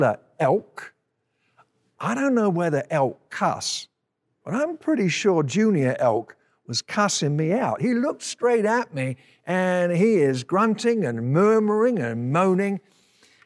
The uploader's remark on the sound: At Timberline Church. Live.